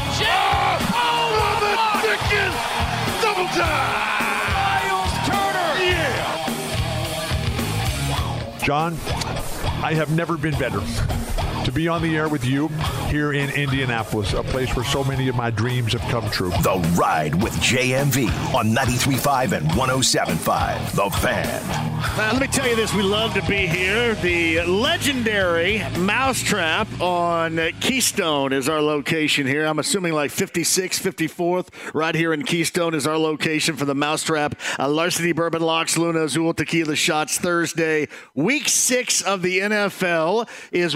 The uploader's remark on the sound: Live From Mousetrap